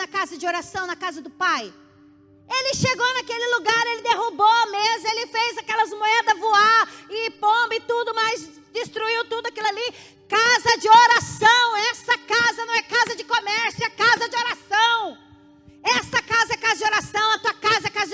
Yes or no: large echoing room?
yes